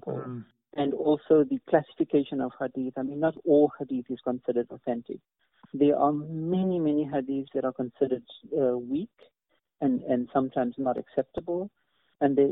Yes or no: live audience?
no